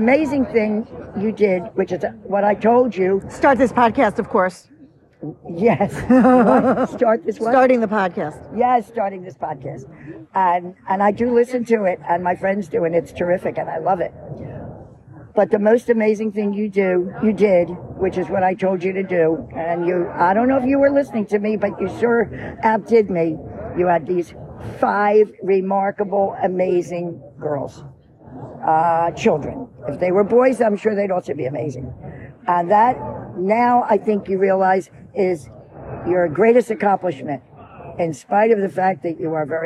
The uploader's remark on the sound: As we sit on the steps of Widener Library. MommashLIVE from Harvard Commencement. LIVE unedited wisdom.